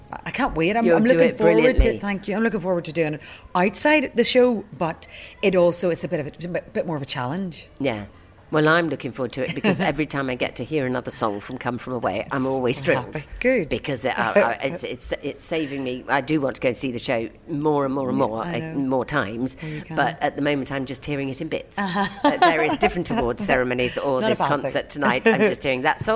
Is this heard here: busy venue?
yes